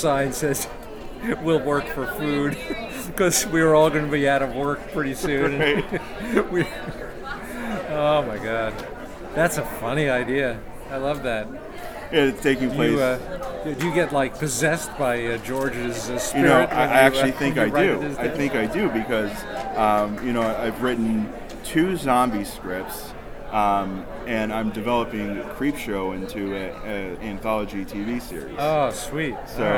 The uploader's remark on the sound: Live From Pittsburgh's Horror Realm Con